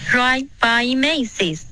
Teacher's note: 我们要注意重音，Macy's 的 May 是重音